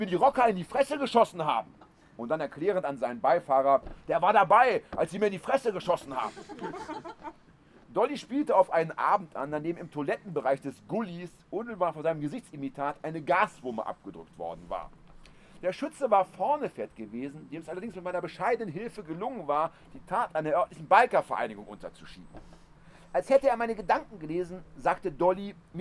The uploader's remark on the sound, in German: Spontane Reaktionen auf Äußerungen aus dem Publikum. Holzrock Open Air. Während seiner Lesung im Zelt zog ein Gewitter auf.